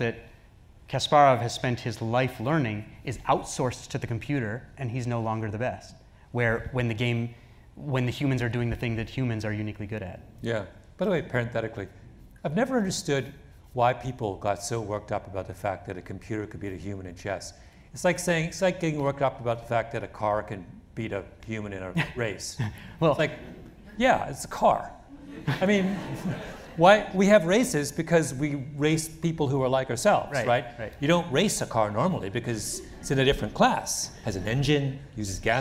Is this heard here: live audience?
yes